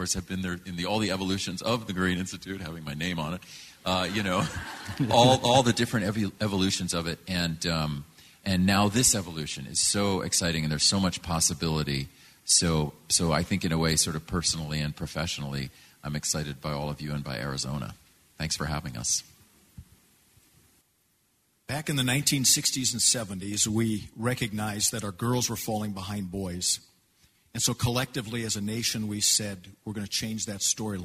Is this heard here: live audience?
yes